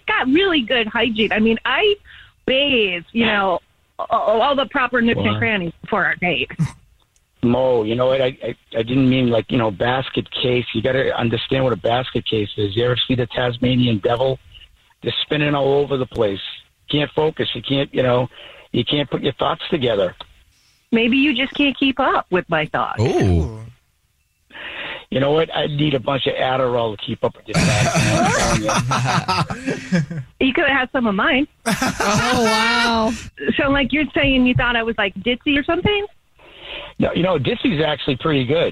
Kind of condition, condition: link, phone line